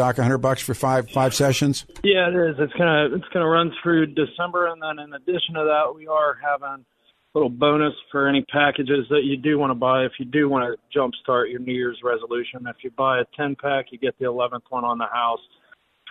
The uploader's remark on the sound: Open phone lines